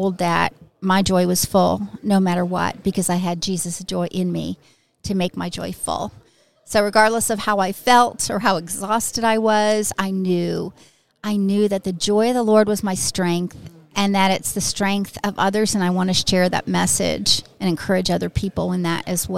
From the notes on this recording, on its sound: at the NRB conference